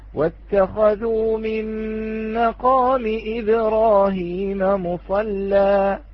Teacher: رققت اللام من أجل التقليل في الألف · Term: الترقيق